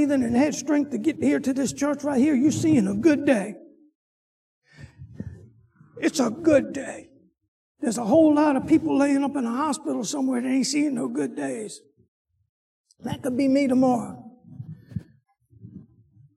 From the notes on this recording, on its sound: Sunday school lecture